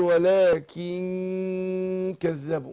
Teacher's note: فأنا عايز أخفيها النون، أخفيها عند الكاف مع إيه الغنة حركتين، أقول ولكن كذبوا، مدة الغنة حركتين، أقول ولكن كذبوا.